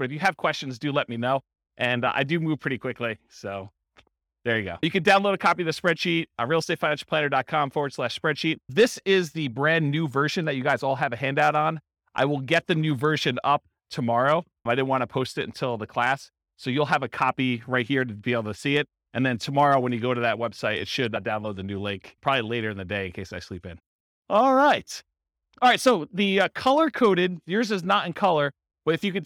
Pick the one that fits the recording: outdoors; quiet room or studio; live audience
live audience